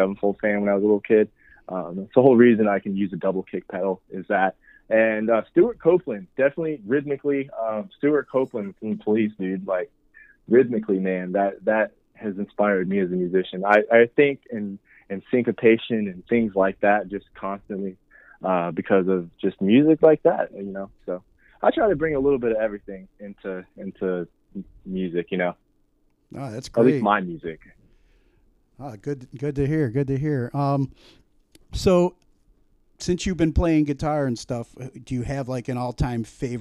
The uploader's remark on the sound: phone interview